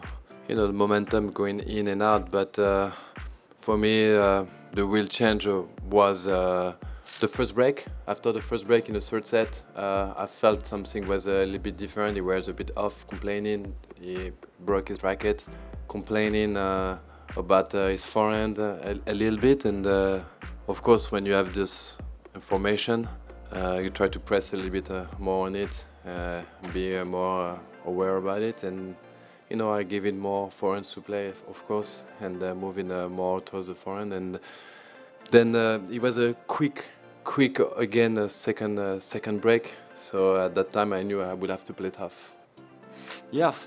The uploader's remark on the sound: live analysis and insights from the Indian Wells Tennis Garden